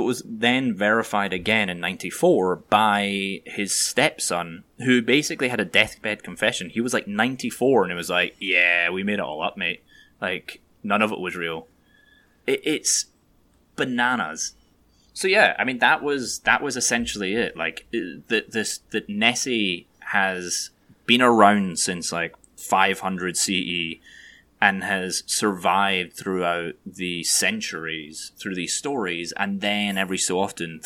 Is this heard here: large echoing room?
no